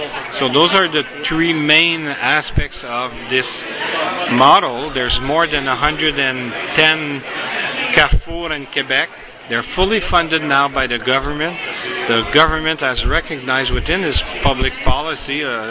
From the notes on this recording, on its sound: Excuse the backgrond noise as we speak at the Chateau Frontenac in Quebec City atthe end of a busy day.